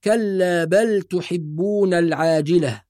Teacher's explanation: فرواية حفص عن عاصم فيها إظهار اللام